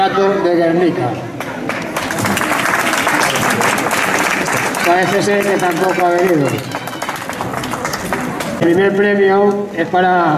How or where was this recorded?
busy venue